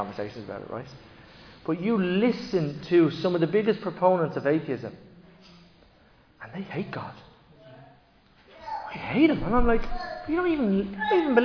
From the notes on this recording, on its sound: Recorded live in Liberty Church on 15 October 2023